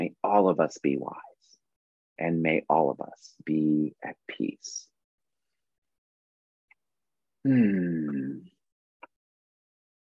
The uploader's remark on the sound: This is the audio replay of the monthly Zoomy Zoom I do with my UROCK (Patreon) Peeps